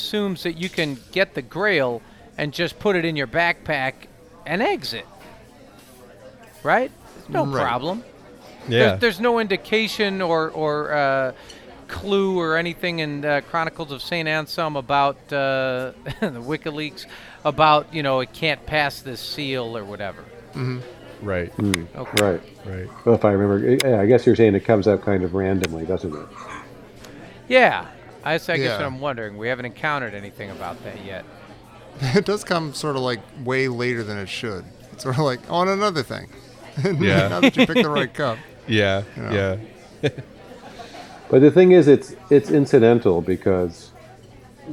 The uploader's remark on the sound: Live from the Lion's Head